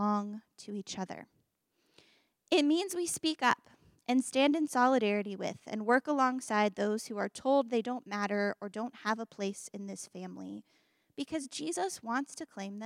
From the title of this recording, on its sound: Embrace Sunday Gathering (September 17, 2023 at 11am) Embrace Church, Lexington, KY